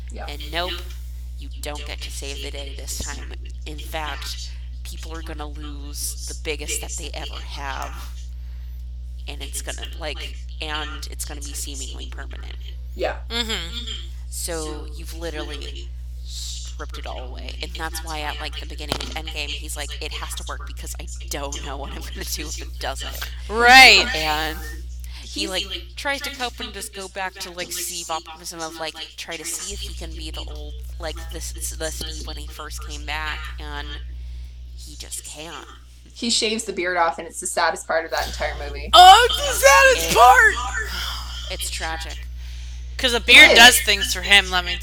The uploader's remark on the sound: Forgive the echo. Our software is being stupid.